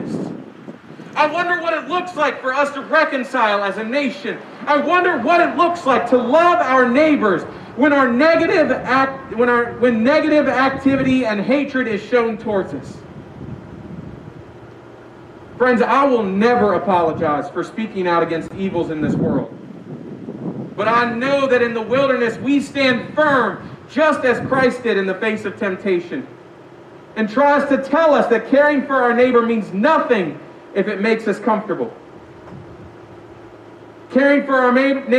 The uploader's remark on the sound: We apologize for the shaky audio the sermon this week was recorded during our outdoor worship service.